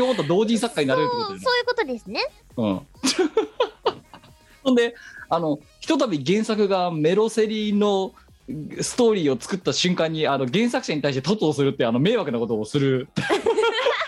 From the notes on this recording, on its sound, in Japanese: 本番組はリモート収録です。収録時環境の影響により、聴き取り辛い部分があります。またまたまた月曜夜収録。収録時環境の問題により、一部会話が聴き取り辛くなっております。途中でノイズ等入りますが、収録時のものです。